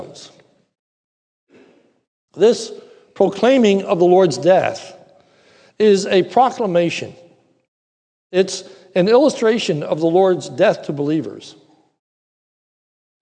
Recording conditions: large echoing room